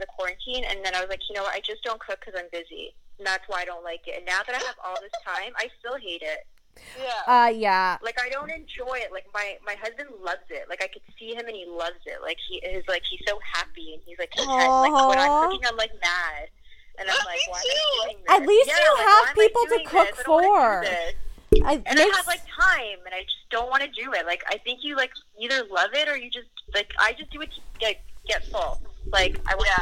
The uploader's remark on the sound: on the phone with us